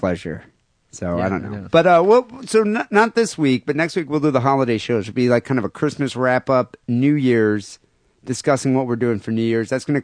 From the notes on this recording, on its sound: Phone calls and listener email.